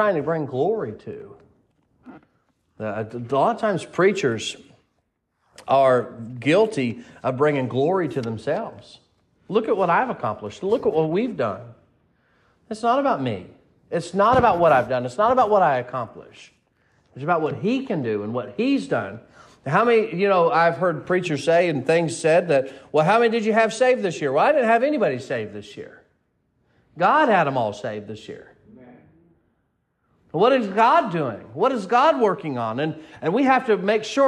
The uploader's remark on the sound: Sermon preached at Mid County Baptist Church